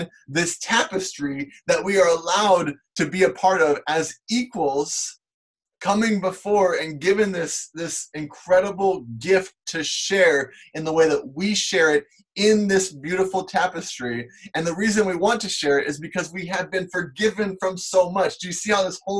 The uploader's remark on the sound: we still have Sunday morning service using zoom, Facebook Live, Instagram, and YouTube